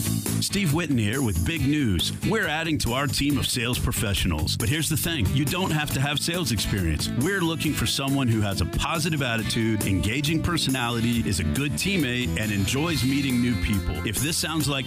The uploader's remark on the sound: open the show live from Big Mike's Steakhouse